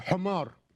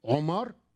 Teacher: لا تستطيع هذه القبيلة أن تنطق حرف الحاء، بل تنطق حرف الحاء عينا. · Shown in: second take · Term: الحاء تنطق عين